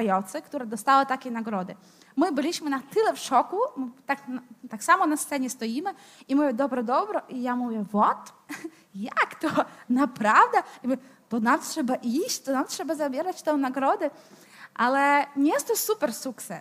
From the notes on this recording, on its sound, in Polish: Odcinek jest nagraniem wystąpienia z Weekendu Kapitalizmu - trzech dni celebracji wolności, niezależności i dobrego biznesu; prelekcji, debat i pokazów filmowych. W 2023 roku widzieliśmy się 24-26 marca w warszawskim Teatrze Palladium.